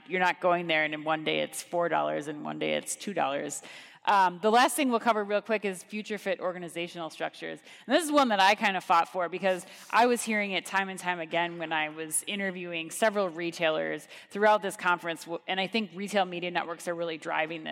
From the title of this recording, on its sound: Groceryshop 2023 Recap Live From Las Vegas